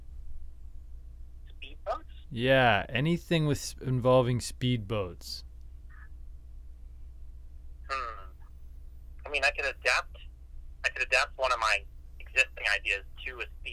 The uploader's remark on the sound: While recording this episode, they get a spontaneous accidental phone call